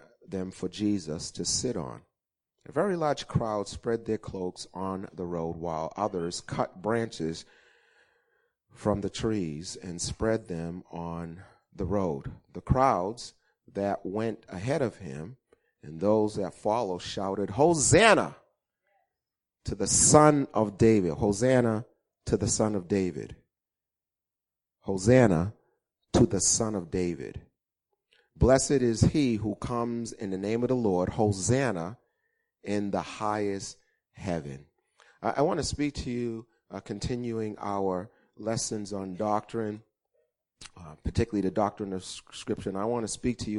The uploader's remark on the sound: Recorded on 2016-03-20 at the 08:30am Service